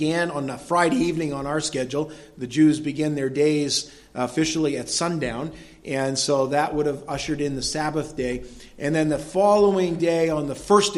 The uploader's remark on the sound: was delivered at Madawaska Gospel Church on the morning of August 14, 2016